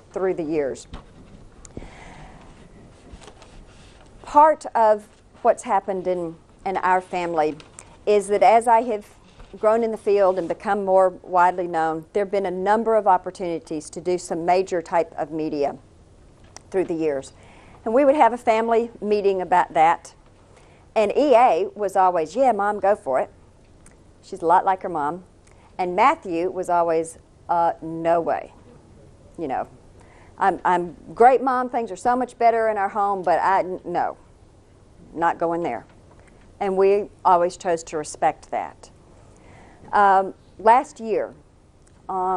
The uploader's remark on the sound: taped as a live conference presentation